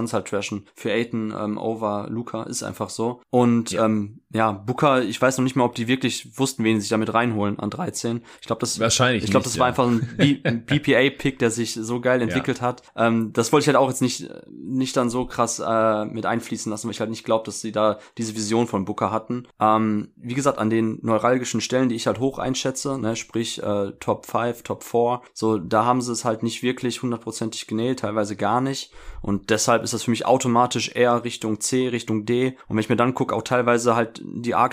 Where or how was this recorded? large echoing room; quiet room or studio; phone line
quiet room or studio